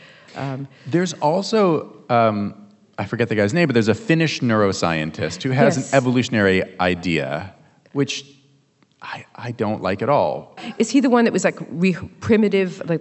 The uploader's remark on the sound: at the 2023 Portland Book Festival